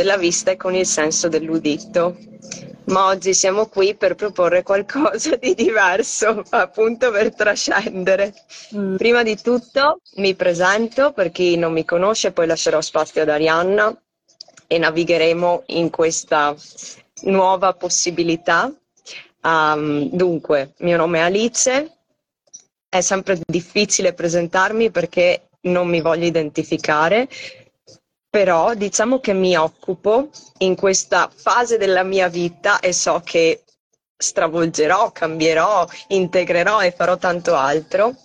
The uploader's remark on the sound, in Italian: Audio estratto dalla diretta Instagram